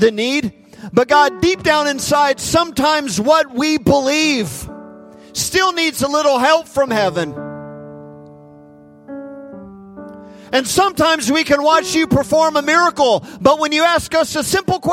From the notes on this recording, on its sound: Recorded live at Hope Church in Springfield, Mo.